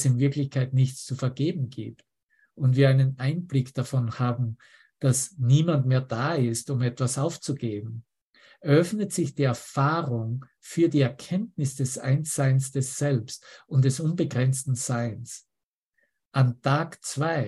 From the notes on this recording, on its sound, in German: Zoom-Session. Veranstaltet von der Aleph Akademie.